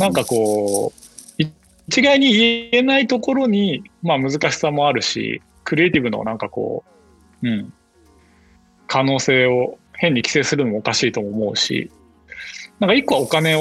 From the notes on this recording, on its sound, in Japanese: 収録はzoomを活用して遠隔で行いました。音声が聞きづらい部分がある点、ご了承ください。